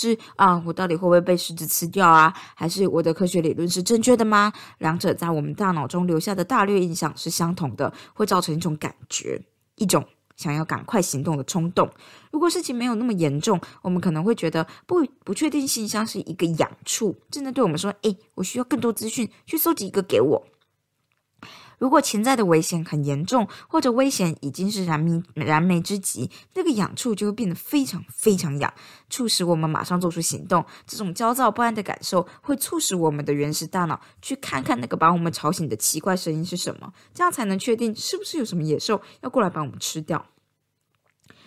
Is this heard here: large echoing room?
no